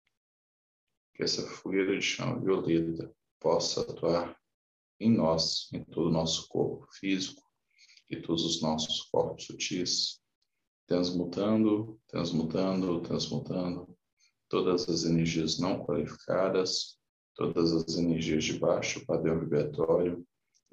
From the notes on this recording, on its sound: Online via Zoom. O estudo ao vivo é direcionado aos membros da Ponta de Lança.